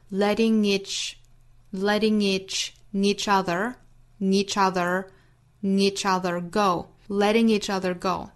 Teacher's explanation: letting each 和 other 三个词做连读 letting each other go letting each other go 在美音之中这个 letting 里面的这个 t 的发音更多像是一个 d 的音了